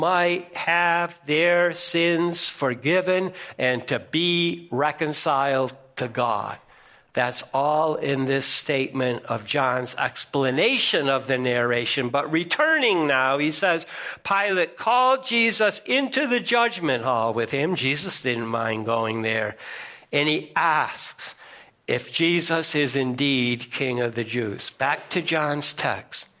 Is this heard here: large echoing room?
yes